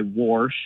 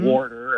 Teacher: I hear that extra R get added occasionally · Term: R insertion